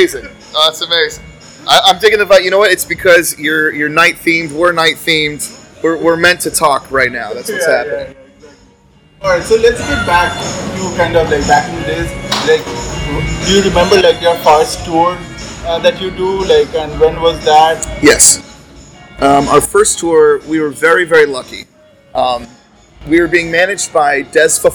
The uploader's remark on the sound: Excuse the background noise.